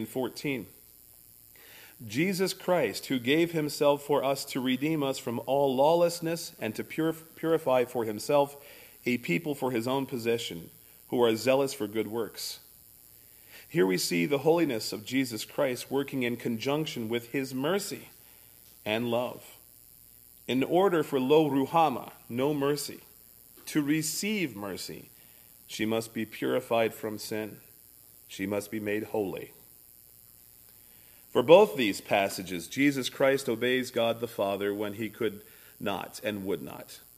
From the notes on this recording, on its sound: services recorded at Thornville Baptist Church